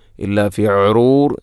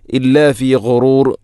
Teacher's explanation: ഗൈന്, ഗൈ ഗു, തൊണ്ടയുടെ ഏറ്റവും മുകൾ ഭാഗം · Shown in: second take